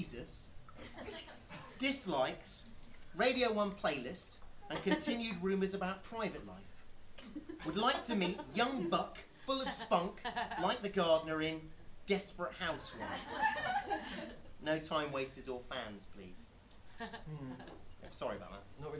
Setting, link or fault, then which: setting, live audience